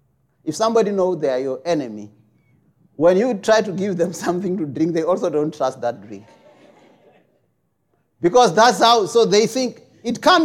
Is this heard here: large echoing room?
yes